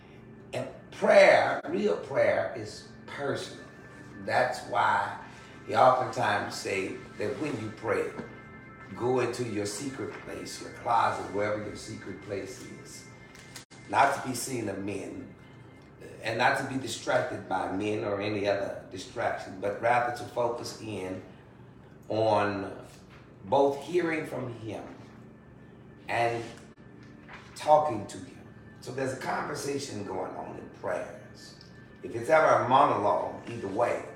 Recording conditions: large echoing room